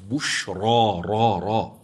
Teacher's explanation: أنا أعيد الراء المفتوحة لتسمع أن الراء في رواية حفص مفخمة، أما في قراءة من ذكر حمزة والكسائي والعاشر والبصري فهي ممالة فرققت لأنها مالت نحو الكسرة.